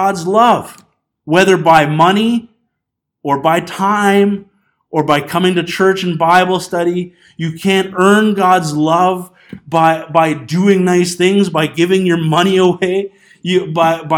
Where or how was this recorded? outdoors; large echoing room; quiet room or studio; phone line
large echoing room